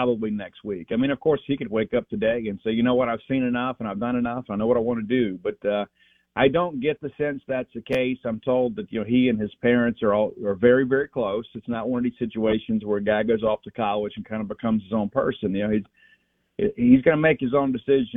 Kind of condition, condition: link, phone line